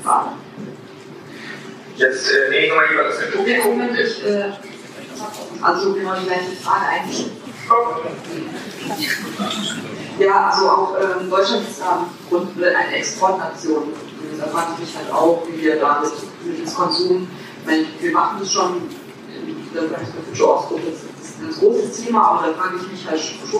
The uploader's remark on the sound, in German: Wir dokumentieren hier die Diskussion der DGB Hochschulgruppe. Die schlechte Tonqualität ist zu entschuldigen.